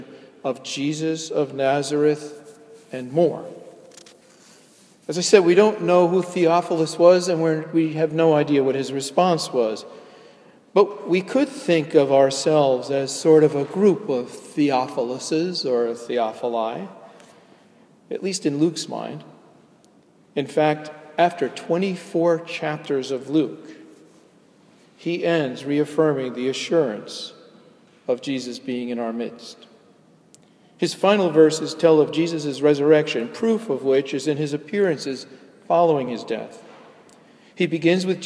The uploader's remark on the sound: delivered at Jan Hus Presbyterian Church, NYC